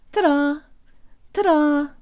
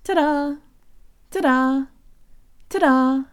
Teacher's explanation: The D in this phrase is just like a flipped Russian er, where the tongue flicks against the roof of the mouth. It's strange but true that English speakers perceive this sound as a D, but Russian speakers perceive it as an R.